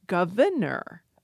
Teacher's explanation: And then there is, right now, we are about to vote for a new governor, where, in fact, we once again, many of us omit that first R